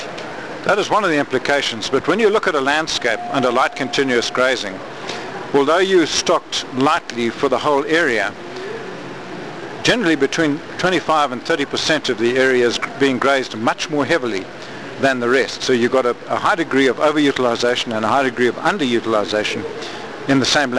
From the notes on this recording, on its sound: interview at the Quivira Coalition Conference in Albuquerque, New Mexico